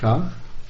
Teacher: Talu means the palate, palatal S. When it's touching the palate and the sound is made, sha, then there is sha.